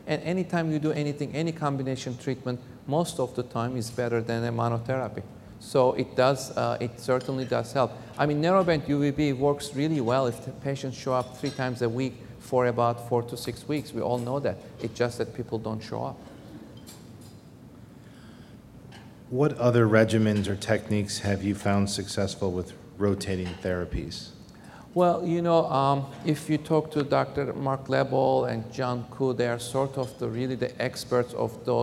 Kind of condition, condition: setting, large echoing room